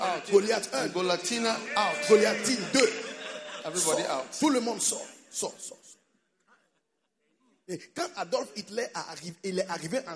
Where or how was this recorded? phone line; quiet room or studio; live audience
live audience